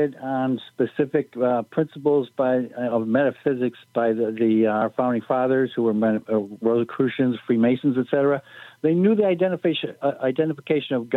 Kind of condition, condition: link, phone line